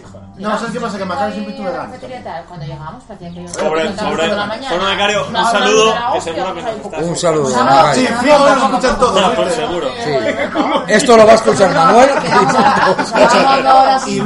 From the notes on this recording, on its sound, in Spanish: Programa grabado en mitad de una sobremesa con amigos y oyentes de todos los grados, tipos y niveles. Rodeados de algarabía, faltadas, spoilers...